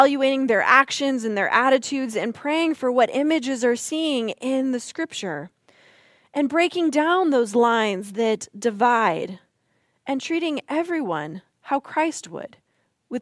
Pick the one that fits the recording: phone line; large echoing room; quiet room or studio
large echoing room